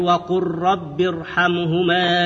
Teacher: إدغام اللام الساكنة في الراء